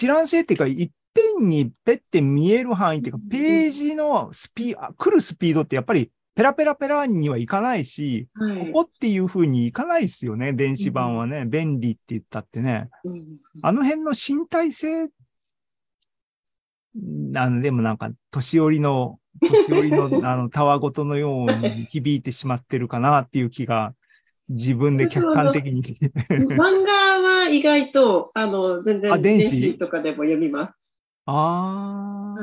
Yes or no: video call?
yes